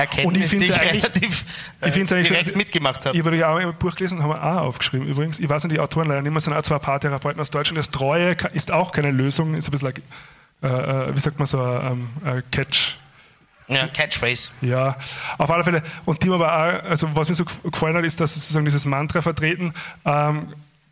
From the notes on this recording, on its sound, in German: Unsere erste Live Show im Rahmen des FM4 Podcast Festival im Dezember 2022. Aufnahme Österreichischer Rundfunk, radio FM4, 2022.